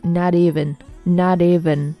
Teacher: 在美式英语里面呢，这个 t 如果后面接了元音的话，它在很多情况下都是要进行一个闪化，就是呃读成类似于的的音